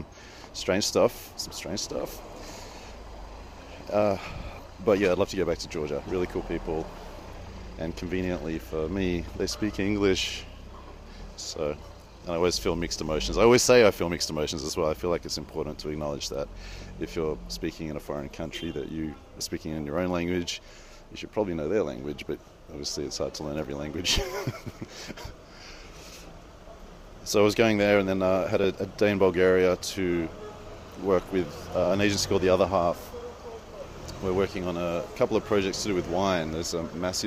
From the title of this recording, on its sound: Istanbul, Walk and Talk